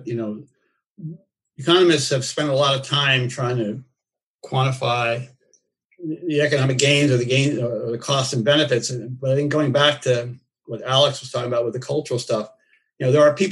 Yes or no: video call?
yes